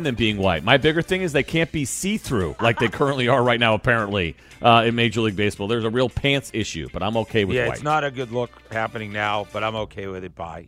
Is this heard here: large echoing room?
no